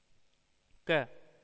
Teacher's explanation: यह हिंदी के कंठ स्पर्श अल्प प्राण एवं अघोष ध्वनि है